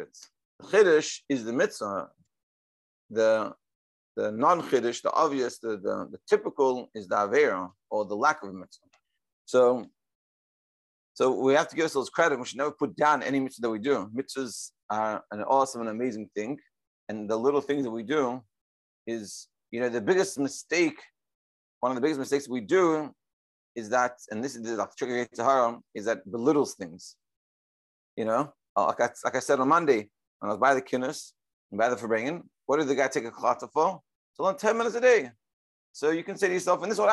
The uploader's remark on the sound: Daily Zoom Shiur